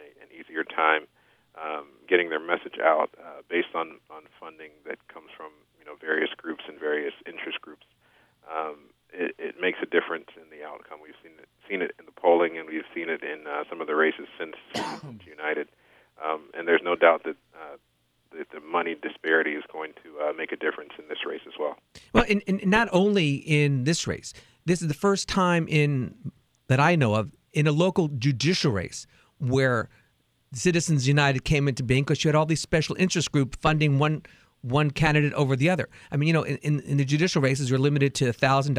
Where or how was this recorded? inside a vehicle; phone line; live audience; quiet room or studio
phone line